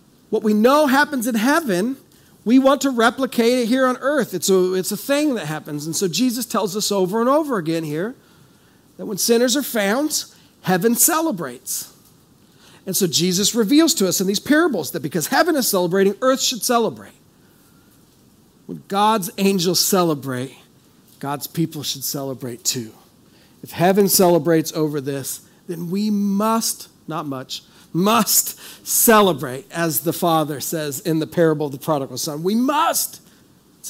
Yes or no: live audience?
yes